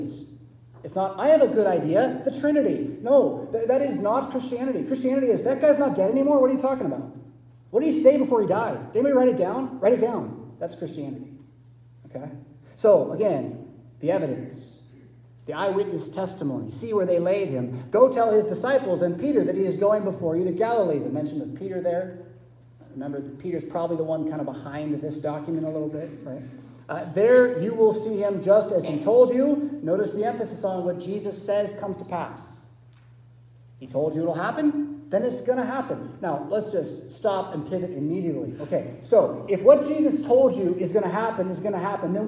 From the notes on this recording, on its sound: Preached at St Paul Lutheran Church , Rockford, Illinois on Easter Sunday April 9, 2023